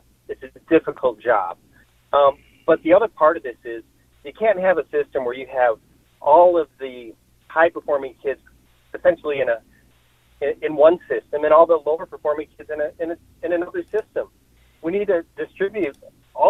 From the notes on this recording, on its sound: Listeners call in to share their views on education.